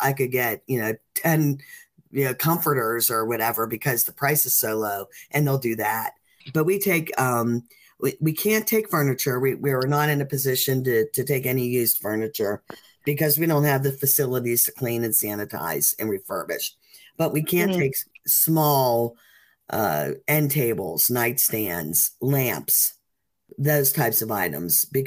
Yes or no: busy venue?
no